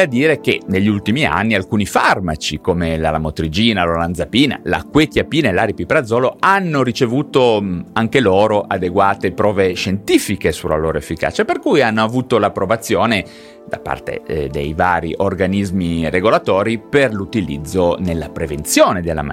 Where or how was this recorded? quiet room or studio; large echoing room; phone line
quiet room or studio